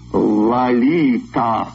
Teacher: А теперь по-русски. Первый слог имени звучит скорее как «а», чем «о», а остальное похоже на испанский.